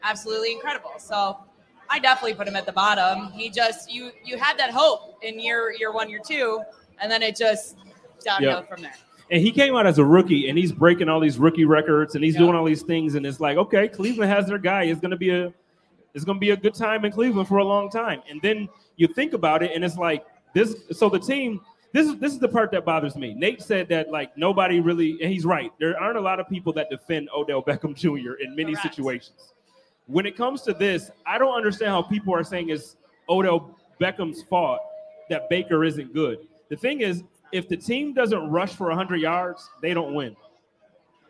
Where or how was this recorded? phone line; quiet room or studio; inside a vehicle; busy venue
busy venue